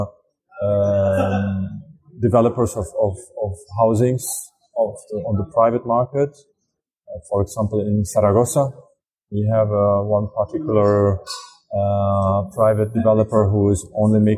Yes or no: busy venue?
yes